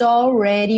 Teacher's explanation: esse D foi reduzido para rarara. Por isso, ele está pintadinho de azul.